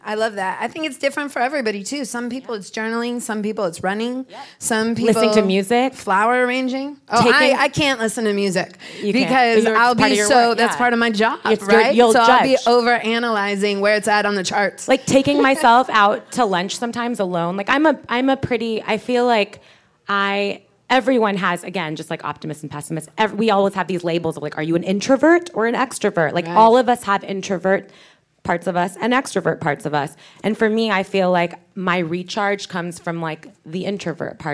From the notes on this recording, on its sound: It’s the first Idea Fountain episode we’ve taped in public with an audience at The Bungalow in Santa Monica